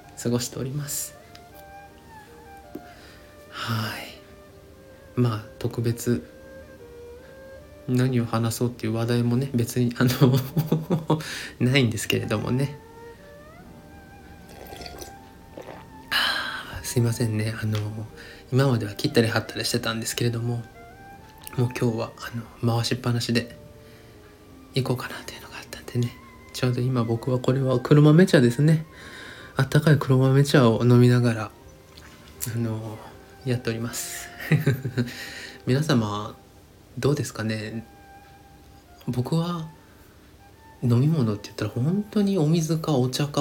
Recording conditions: phone or laptop microphone